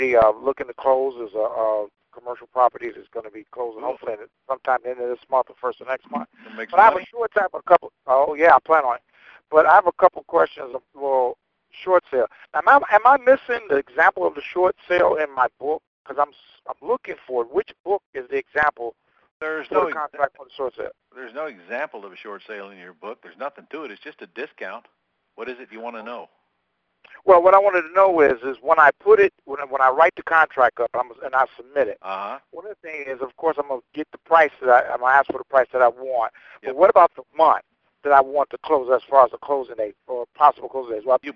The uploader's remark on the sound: Q&A Call